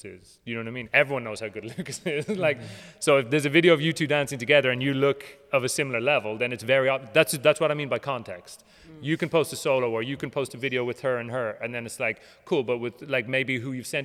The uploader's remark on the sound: At The Ins And Outs Easter Intensive we had a Q&A